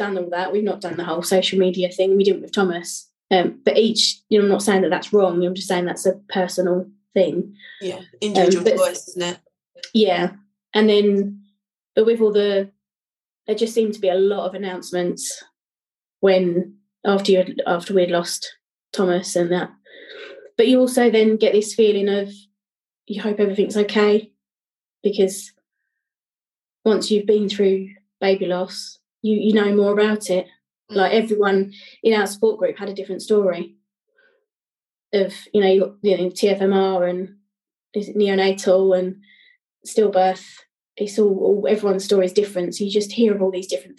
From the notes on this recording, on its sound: This episode was pre-recorded on zoom.